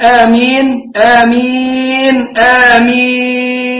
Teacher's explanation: المد يجي في آخر الكلمة على أنه عارض السكون